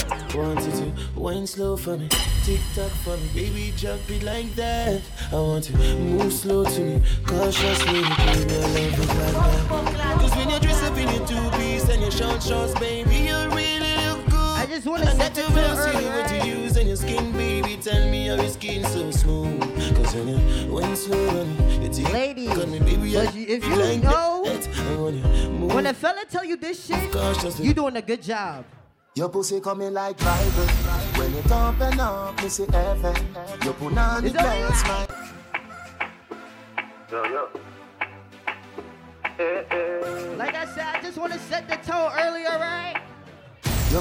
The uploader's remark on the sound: live set at Soulbaila in Hartford,CT.